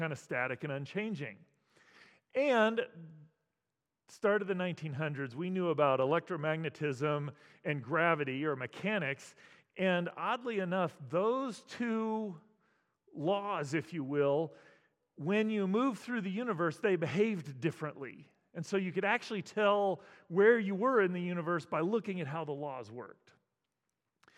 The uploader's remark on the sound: As part of New Life Presbyterian Church's Apologetics Conference.